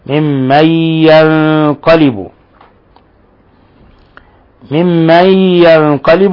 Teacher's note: فهنا أضغمت الميم، النون في الميم، فصارت كلمة واحدة